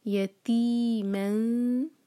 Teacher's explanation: Yati man, man pa ikhfa, nun ki awaz ko chupana hai, aur dhal ke liye zuban tayar karenge